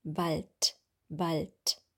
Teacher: Im Wort Wald schreiben wir am Ende ein D, aber wir sagen ein T